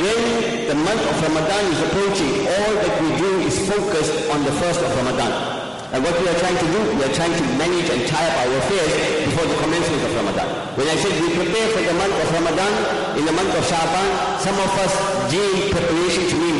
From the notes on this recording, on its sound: Jumuah lecture